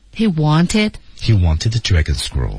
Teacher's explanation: He wanted the dragon scroll.专门把 wanted 提起来了